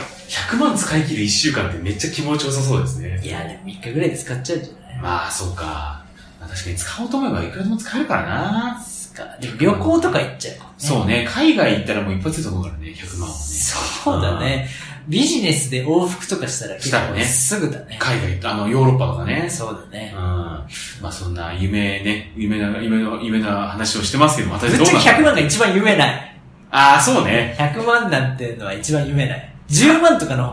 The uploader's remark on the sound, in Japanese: 今回も対面での収録！録音環境の都合上少々聴こえづらく感じるかもしれません。マジで飛行機のジェット音じゃん！